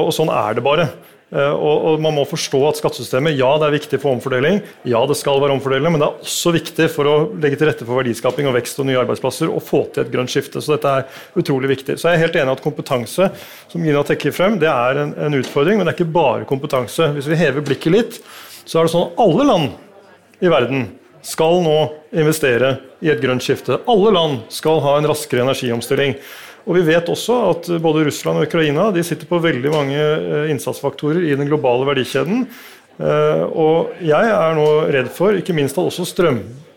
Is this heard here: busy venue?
yes